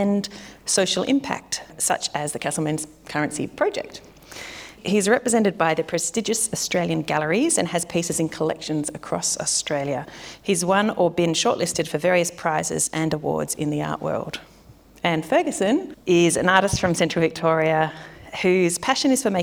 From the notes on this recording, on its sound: The audio in this episode was recorded at a live event that was held as part of the Castlemaine fringe arts festival